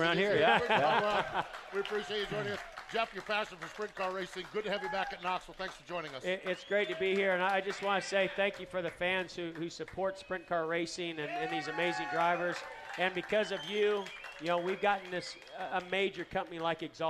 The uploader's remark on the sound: Winged Nation Live from the 59th Annual Knoxville Nationals. It is Night 4 of the Knoxville Nationals and Winged Nation is LIVE!